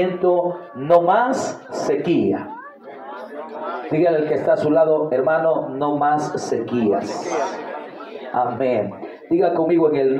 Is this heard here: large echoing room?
yes